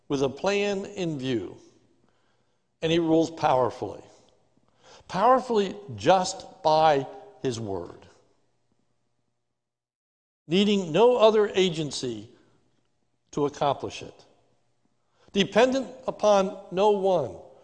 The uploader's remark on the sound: This is a sermon recorded live at the Lebanon Bible Fellowship Church on 12/13/2020 during the morning service